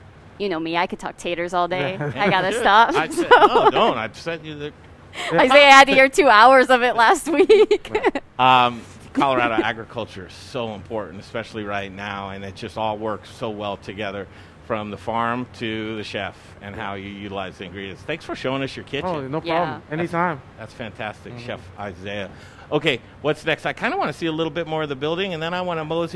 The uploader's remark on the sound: Live from the NEW Odell Brewing Co Brewhouse and taproom in Sloan's Lake!